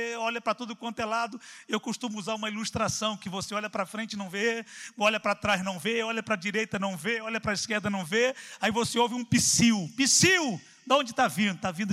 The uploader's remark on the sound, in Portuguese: CULTO AO VIVO